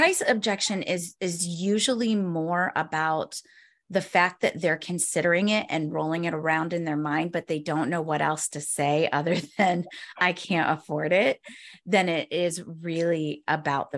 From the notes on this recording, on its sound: This week’s video is a recording of a webinar I did for FitBodies, Inc.